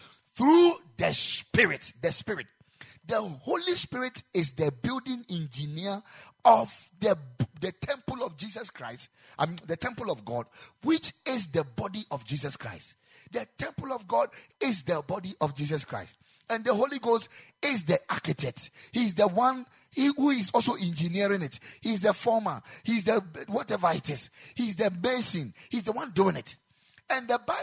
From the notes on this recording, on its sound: Preached at the Ekklesia Chapel